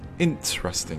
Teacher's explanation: Yeah, so the stress is on the first syllable. Yeah, it's on the INT, so the interesting, that's where you want most of the emphasis.